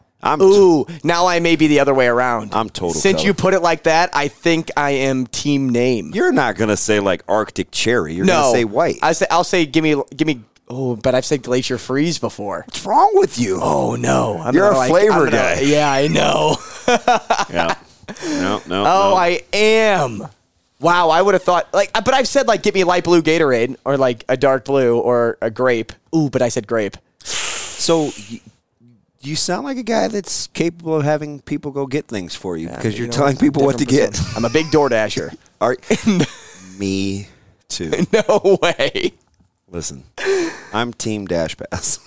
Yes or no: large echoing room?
no